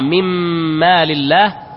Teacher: الإدغام النون في الميم من ما لله، نقرأ من ما لله فتبقى أيضا الغنة ولكنها غنة الحرف المدغم فيه